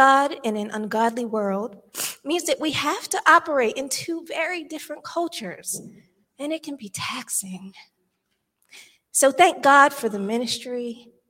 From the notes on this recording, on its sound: This sermon was recorded live on October 23rd, 2022 at Newark United Pentecostal Church.